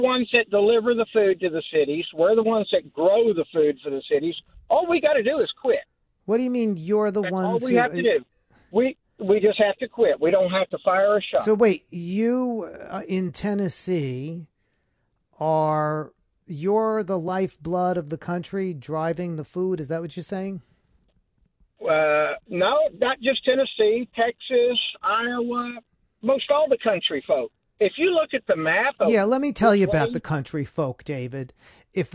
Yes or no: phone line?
yes